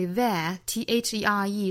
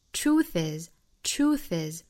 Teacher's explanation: is 我们注意这个 th 也是要咬舌头的我们只要在单词里面看到 th 就一定要记得咬舌那我们看到前面这个 there there 是这个浊辅音的 th 我们在发浊辅音的时候呢这个是有一个震动感我们把手放到嗓子部位呢会有一个震动 there there 那 truth 这个 th 是一个清辅音我们在发 truth 清辅音的时候呢我们试着把手放到嘴的对面是会在手心处感觉到一股气流撞过来那么这就叫做清辅音了所以说 there 和 truth th 的发音口型是一样但是一浊一清